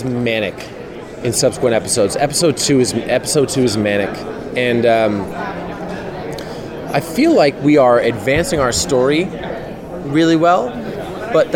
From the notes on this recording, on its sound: Taped at the roundtables at New York Comic Con